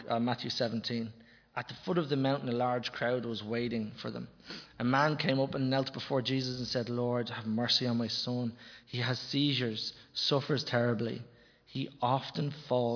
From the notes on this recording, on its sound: Recorded live in Liberty Church on 10 October 2021